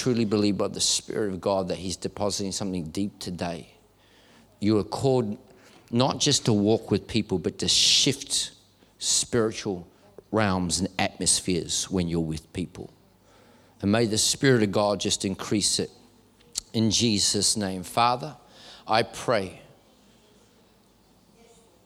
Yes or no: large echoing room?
yes